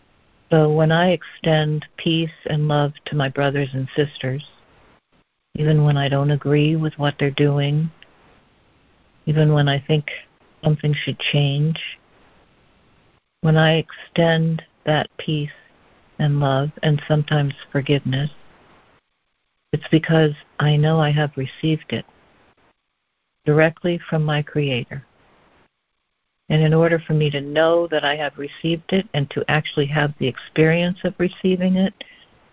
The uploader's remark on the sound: ACIM Daily Conference Call.